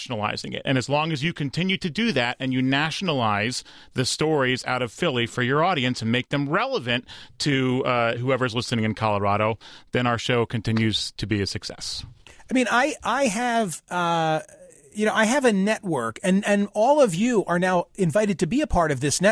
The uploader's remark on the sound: Open The Phone Lines, They Said. He let the callers take control, with no commentary, no topics, no rules - just Open Line Friday.